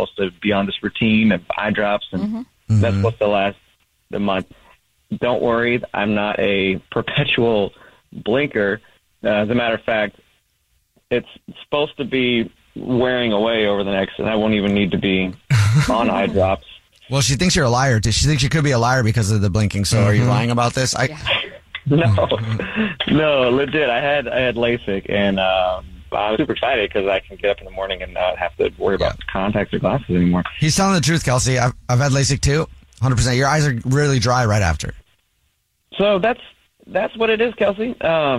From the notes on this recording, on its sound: We get that other person on the phone